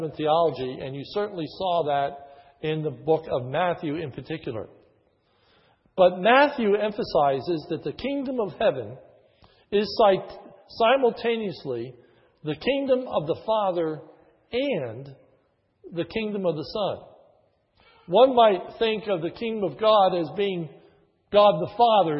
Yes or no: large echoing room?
yes